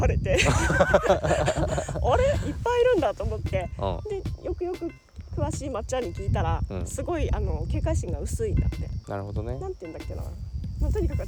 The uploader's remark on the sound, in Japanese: 今週は、芋掘りがてらの収録。